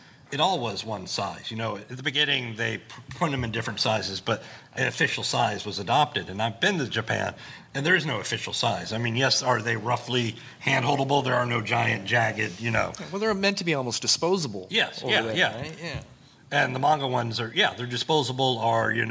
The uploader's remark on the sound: An independent comic creator panel LIVE from FanExpo Philadelphia